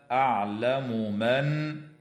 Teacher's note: وتظهر الميم عند الميم في قول الله تعالى أعلم من، من قبيل المتماثلين الكبير.